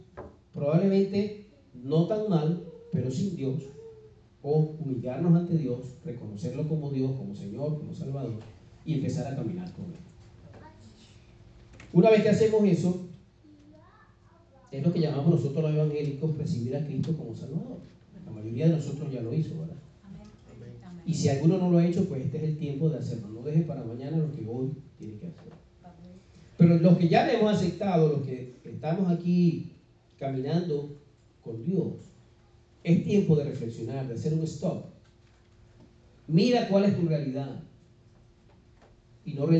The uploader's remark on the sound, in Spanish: fue grabada en mayo del 2019 en vivo en nuestra iglesia, Church of God Centro Cristiano Renacer